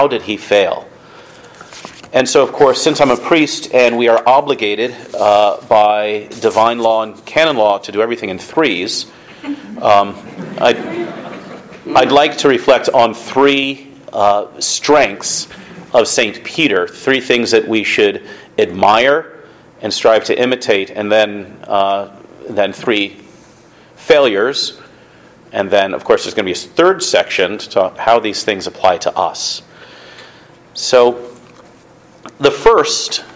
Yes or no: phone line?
no